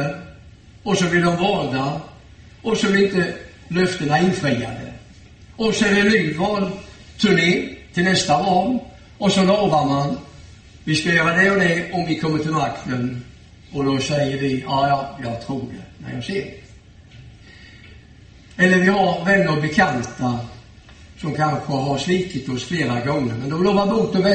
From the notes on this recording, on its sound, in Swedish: Gudstjänst i Ljungby. I S:t Markus församling i Ljungby.